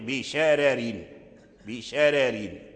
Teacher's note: فورش قرأ الراء بالترقيق